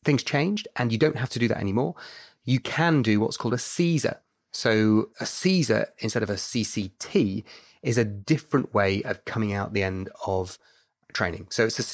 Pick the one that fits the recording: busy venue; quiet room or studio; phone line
quiet room or studio